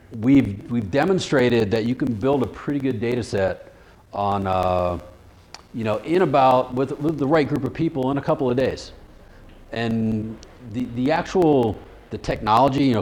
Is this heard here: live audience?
yes